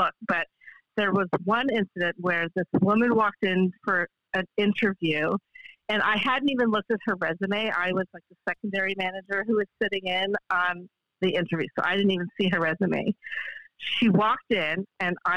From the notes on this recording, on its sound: Phone Interview!